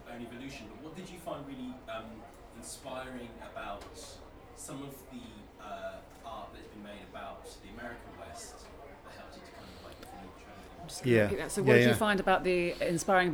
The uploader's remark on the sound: Coming to you live, from the Effra Social in Brixton, it's The Riff Raff June Meet Up! Live Event.